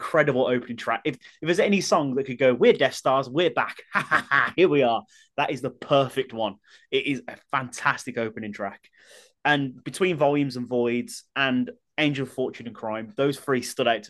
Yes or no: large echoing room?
no